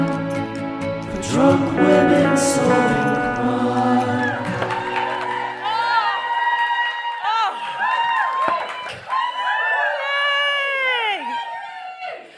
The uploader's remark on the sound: DWSC LIVE. Recounted her ordeal to the baying crowd.